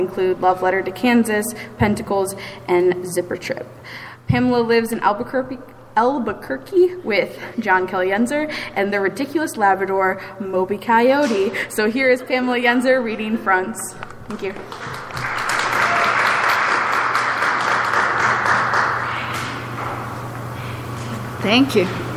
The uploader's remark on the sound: … Release Party: Live from the McKnight Center At WSU